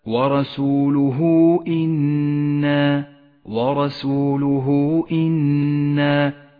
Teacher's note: جاءت هاء الضمير وقبلها حرف متحرك وبعدها الهمزة، يسمى هذا المد مد الصلة